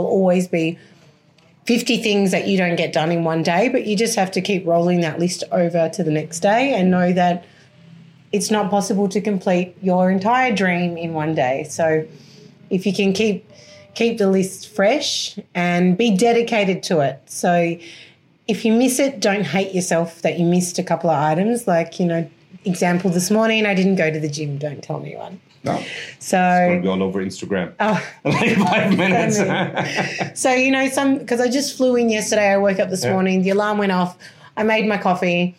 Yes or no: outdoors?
no